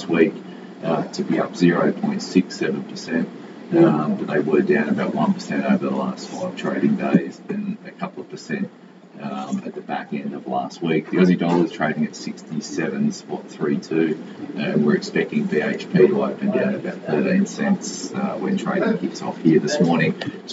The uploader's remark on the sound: Sorry about the sound.